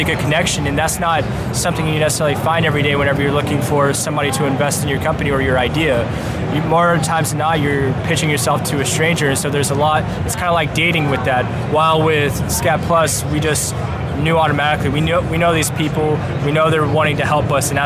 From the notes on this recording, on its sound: Live From The Show Floor of VRLA 2018.